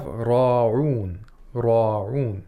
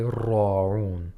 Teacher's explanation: We have to make sure that the tip of the tongue actually taps the alveolar ridge. · Shown in: first take